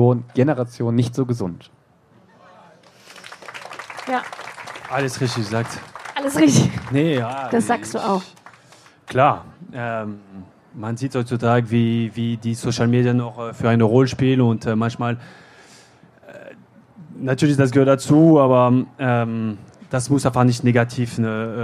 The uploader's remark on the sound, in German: live vom ZFR